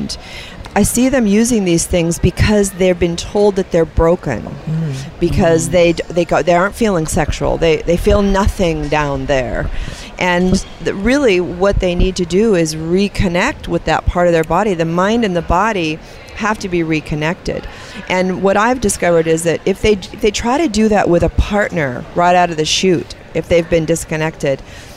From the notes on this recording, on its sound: On location at The Ultimate Women's Expo in Atlanta